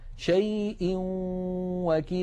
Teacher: ننتقل من همزة شيء إلى واو وكيل مع بقاء الغنة